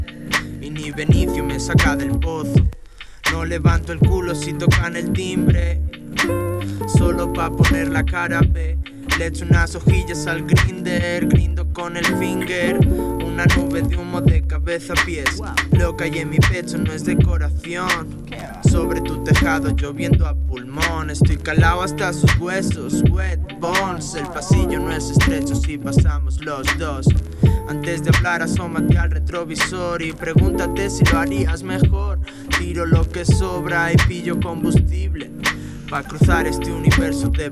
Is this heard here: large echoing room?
no